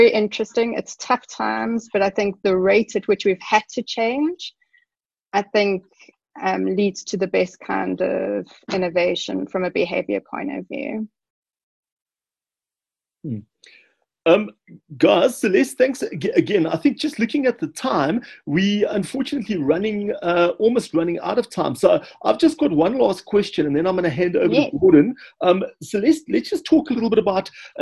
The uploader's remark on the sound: Via a Zoom call.